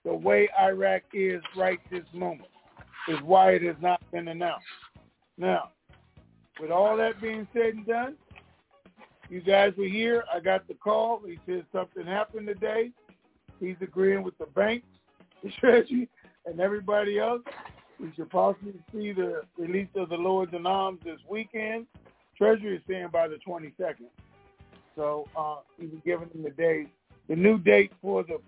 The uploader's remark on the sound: TNTSuperfantastic Conference Call